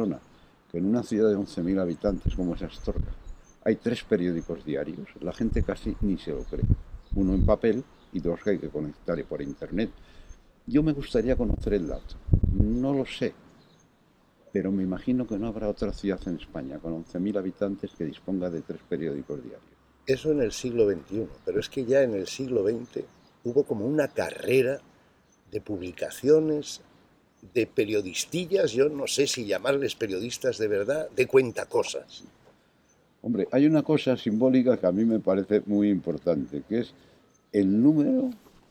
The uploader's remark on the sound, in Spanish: Mirada con libro en un jardín con mucho ruido.